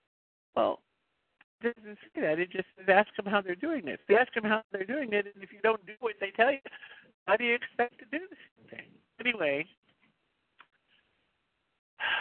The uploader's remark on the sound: the 100 Pounders Phone Meeting